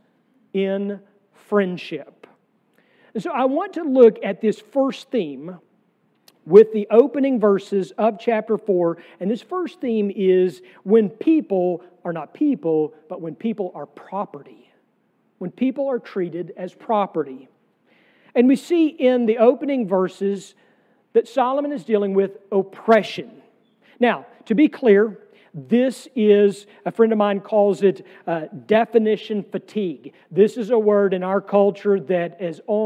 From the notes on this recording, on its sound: sermon from our worship service on June 25, 2023